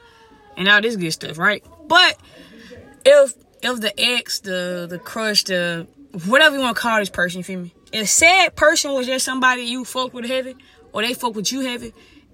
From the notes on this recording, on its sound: Uncensored Parked Car Conversation.